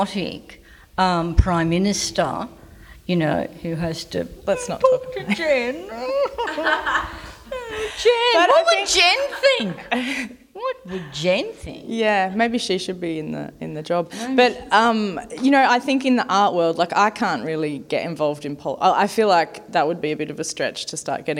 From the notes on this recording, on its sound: As part of the exhibition of A World Of One’s Own at Mornington Peninsula Regional Gallery in May 2021, this talk was held as a live event with an audience in the gallery.